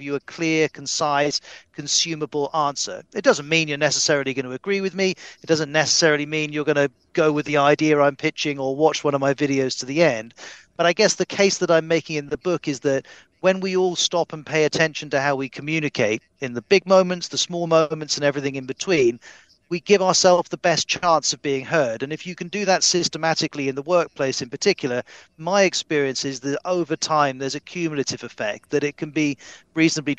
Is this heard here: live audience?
no